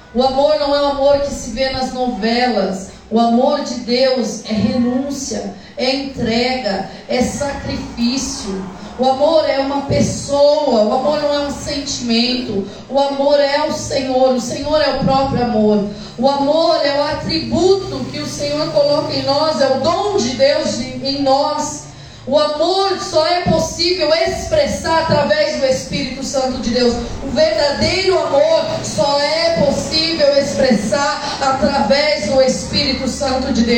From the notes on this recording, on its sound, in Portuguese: Culto gravado no dia 29/10/2023 na Igreja Desfrutar do Amor de Deus em São Paulo. CampoLimpo.